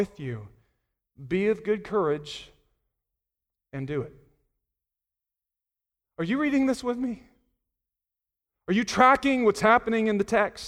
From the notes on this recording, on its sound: Sunday Morning Sermon Audio